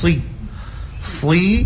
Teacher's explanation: Huruf shad dia walaupun dia harakah kasrah tetap dinaikkan pangkal lidah si. Si bukan juga suiba.